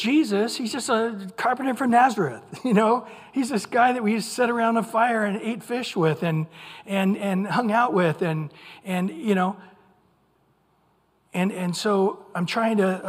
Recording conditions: large echoing room